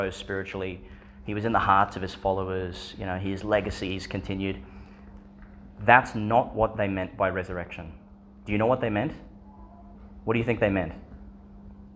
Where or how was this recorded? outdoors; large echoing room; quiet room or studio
large echoing room